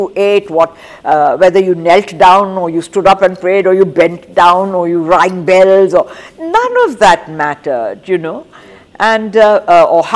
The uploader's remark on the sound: The episode was recorded at the Jaipur Literature Festival 2022 in March.